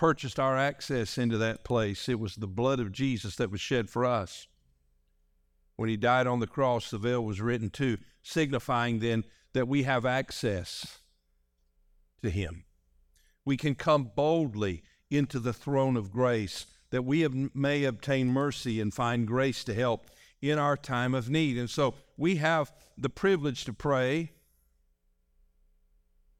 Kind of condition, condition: setting, large echoing room